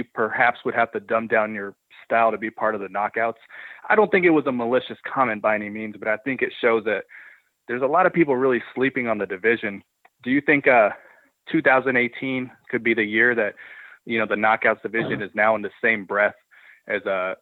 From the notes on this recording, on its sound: full audio from the May 31, 2018 Impact Wrestling media call